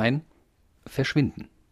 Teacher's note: in dem Wort verschwinden wird das letzte E, auch schwa genannt, gar nicht gesprochen